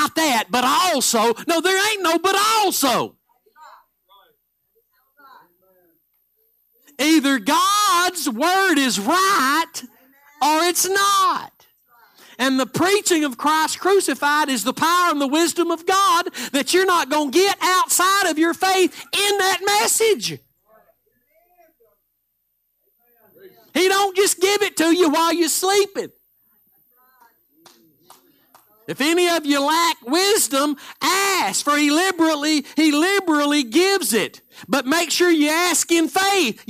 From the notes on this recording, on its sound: Live Sunday Morning Service